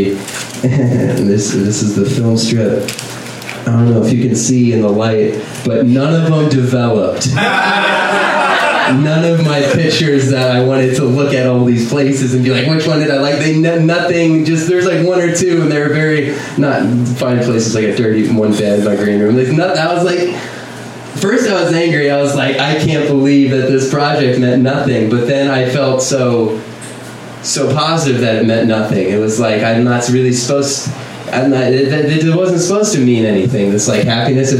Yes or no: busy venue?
yes